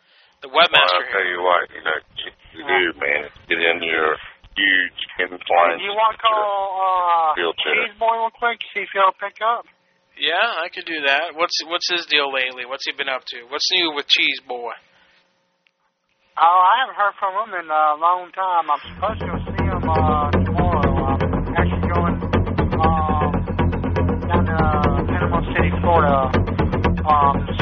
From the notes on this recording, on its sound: Prank Phone Calls